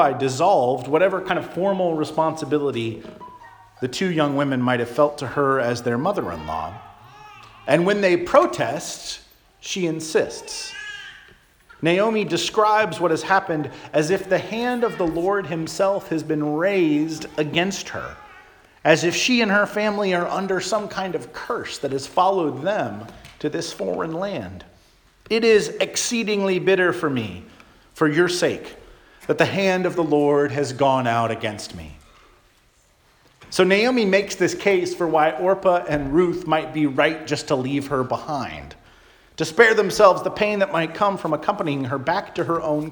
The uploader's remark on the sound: Charles Anglican Cathedral, Bremerton, WA.